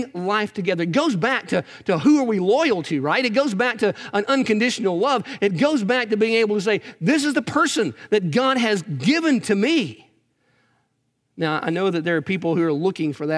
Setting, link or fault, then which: setting, large echoing room